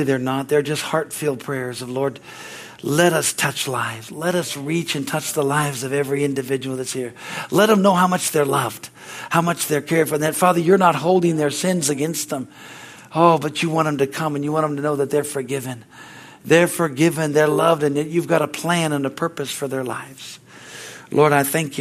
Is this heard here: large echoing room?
yes